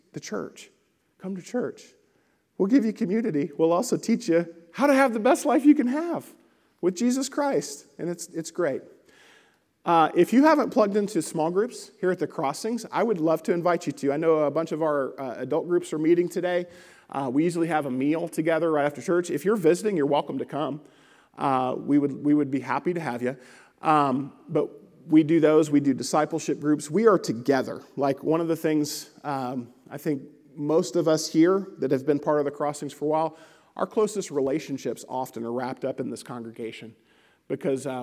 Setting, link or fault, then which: setting, large echoing room